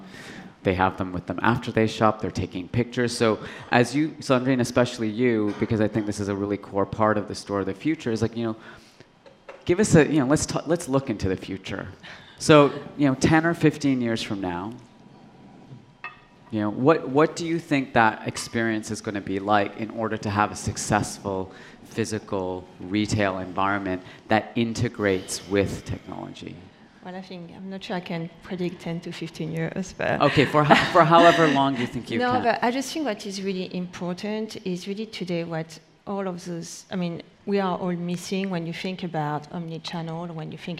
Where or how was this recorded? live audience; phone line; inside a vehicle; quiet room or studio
live audience